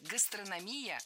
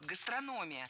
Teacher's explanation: Много раз мы услышали вариант «гастрономия», но это неправильно. Ударение в этом слове падает на третий слог – «гастрономия». · Shown in: second take